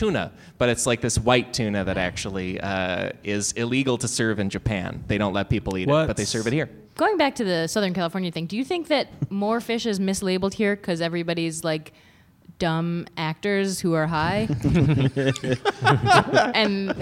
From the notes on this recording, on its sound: LIVE at UCB Sunset